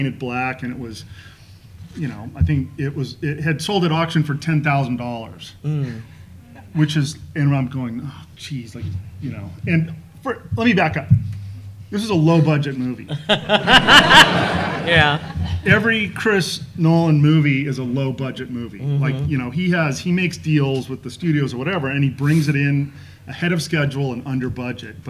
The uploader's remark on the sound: Recorded LIVE from the LA Convention Center at LA Comic Con 2023.